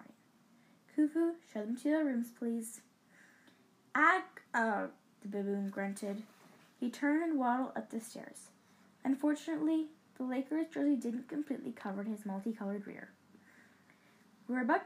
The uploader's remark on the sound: Sorry for the background noise